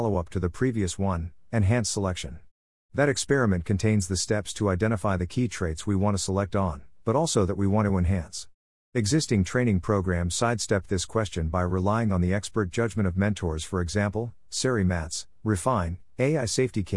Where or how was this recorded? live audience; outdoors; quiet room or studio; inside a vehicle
quiet room or studio